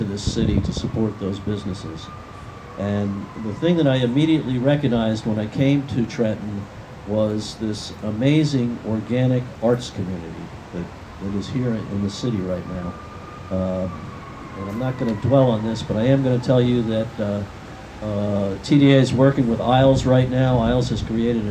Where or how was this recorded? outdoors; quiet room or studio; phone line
outdoors